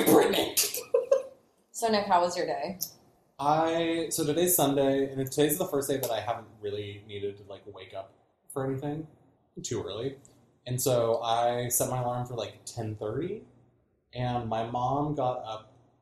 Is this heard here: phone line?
no